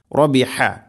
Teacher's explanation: അതുപോലെ തന്നെ അത് ഹെവി ലെറ്ററാണ്, സ്വരഭാരത്തിൽ ഉച്ചരിക്കേണ്ട അക്ഷരമാണ്. തൊണ്ടയുടെ മധ്യഭാഗമാണ് ഹ എൻ്റെ മഖ്റജ്